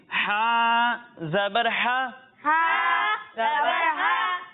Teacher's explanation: ہم ہا کی ادائیگی کریں گے تو اسے ہم حلق کے نچلے حصے سے پڑھیں گے